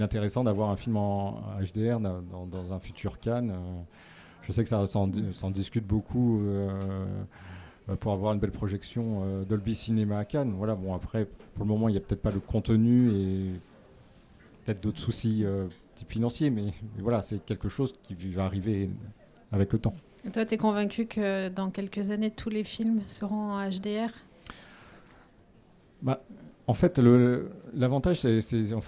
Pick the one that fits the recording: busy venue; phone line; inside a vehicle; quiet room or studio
busy venue